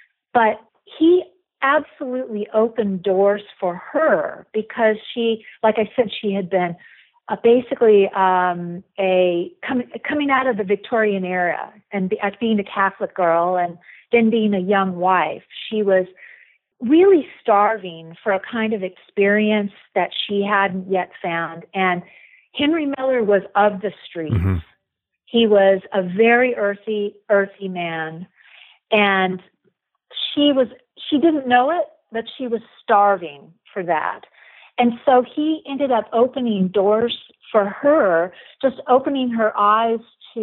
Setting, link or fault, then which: link, phone line